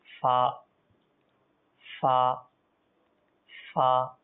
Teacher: উপরের দাঁতের কিনারা আর নিচের টুটের বীজাংশ